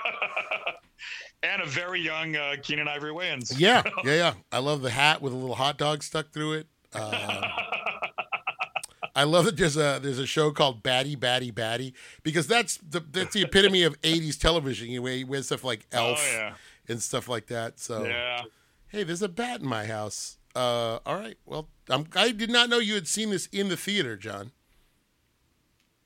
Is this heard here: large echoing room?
no